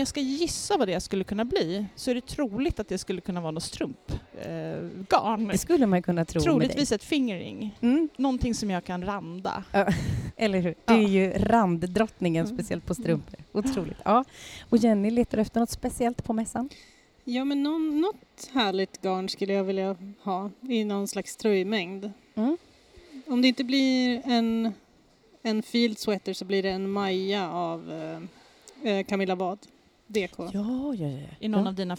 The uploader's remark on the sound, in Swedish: I avsnitt 20 träffar vi stickpoddskändisar som besöker "Sy och hantverksfestivalen" i Stockholm.